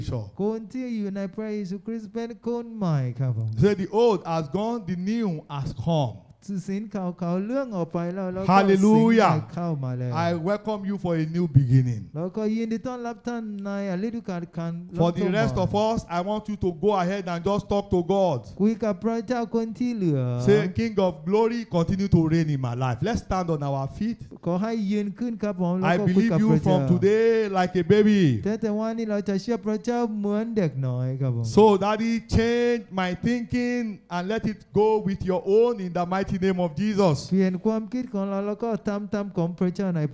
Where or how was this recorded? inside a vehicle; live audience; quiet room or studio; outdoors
live audience